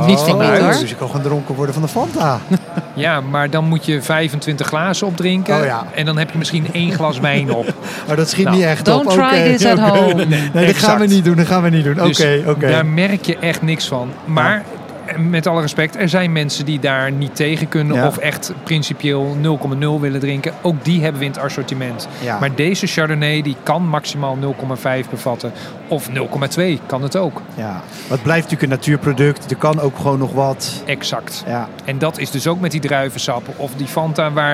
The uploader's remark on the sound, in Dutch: Vandaag live vanaf de Horecava.